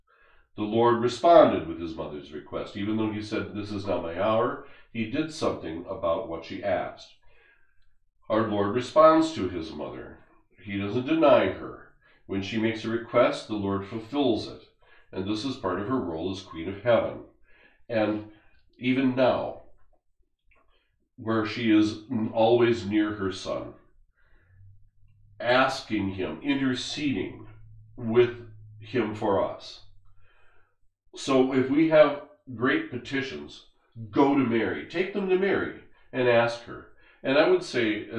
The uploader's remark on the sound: Sermon from live stream of daily Mass.